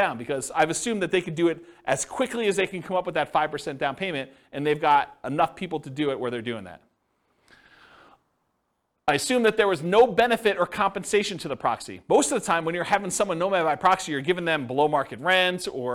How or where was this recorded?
live audience